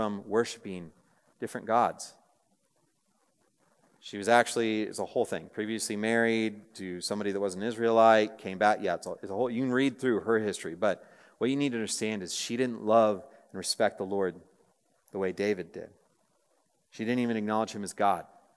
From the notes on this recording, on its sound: Message preached on April 20, 2023 at a Thursday Night Gathering of Coram Deo College Ministry.